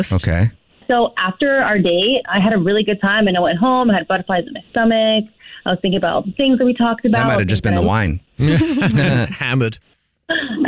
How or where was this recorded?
phone line